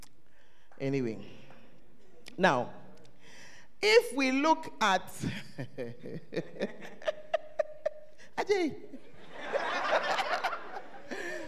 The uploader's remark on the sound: Preached at First Love Center; Ayeduase